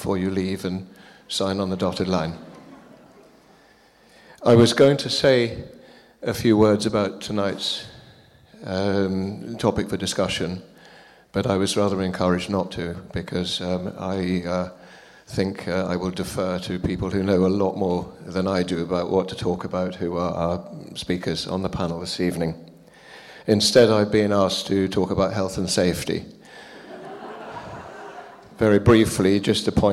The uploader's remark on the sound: Cornwall Wildlife Trust’s panel discussion event, which took place on Wednesday 26th April 2023 at Heartlands, Pool